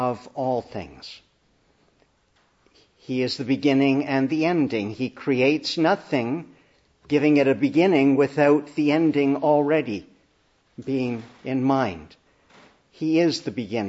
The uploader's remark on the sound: Preached in the Annunciation of the Blessed Virgin Mary, Ottawa at the Easter Vigil.